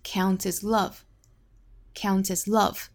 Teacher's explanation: As 弱读，最后的 love 重读